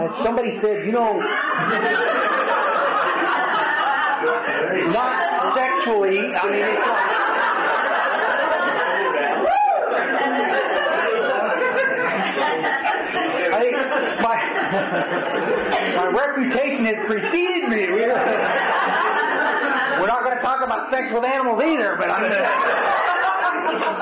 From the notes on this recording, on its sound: speaking in Frankston Australia sometime in 2007 at an unknown event